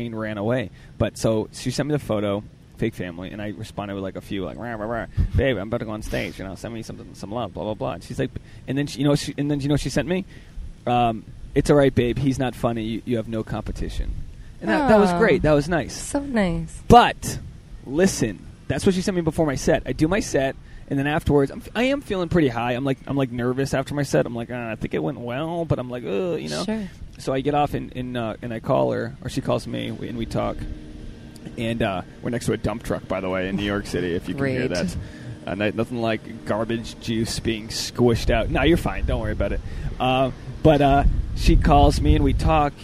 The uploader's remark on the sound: was recorded in the heart of New York City, Central Park!